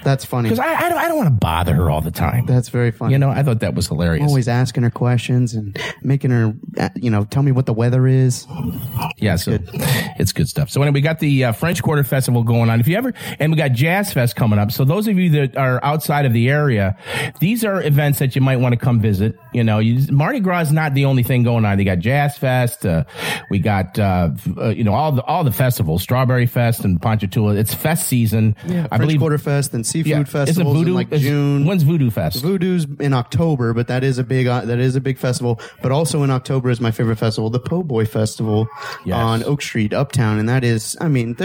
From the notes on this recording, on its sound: three telephone interviews